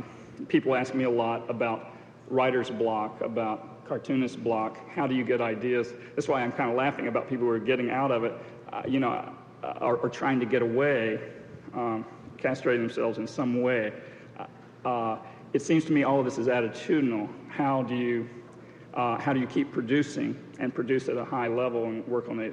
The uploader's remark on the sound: This podcast was recorded during the 1991 International Achievement Summit in New York City.